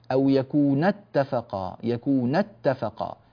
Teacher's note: الآن يتكلم عن أو يكون اتفقا في مخرج أو يكون اتفقا، يكونا هذه بألف تثنية لكن تحذف الألف لالتقاء الساكنين ويدل عليها بضغطة في الصوت · Term: نبر